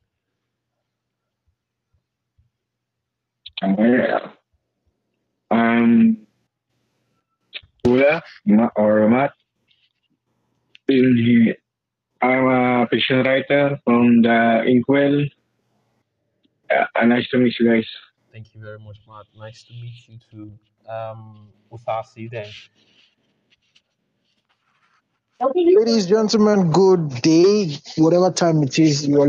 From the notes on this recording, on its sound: Video Recording of the Twelfth Book Voice Chat Discord Session.